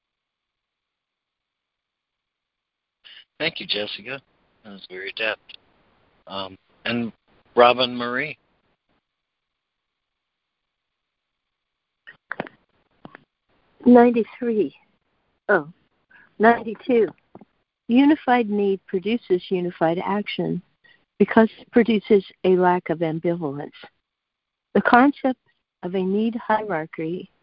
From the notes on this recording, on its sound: ACIM Daily Conference Call.